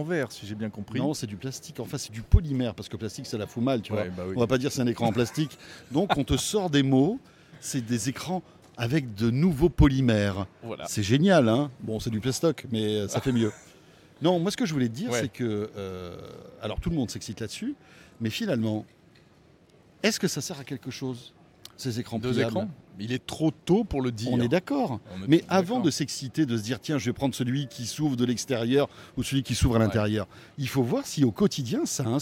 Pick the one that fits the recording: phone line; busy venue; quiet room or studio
busy venue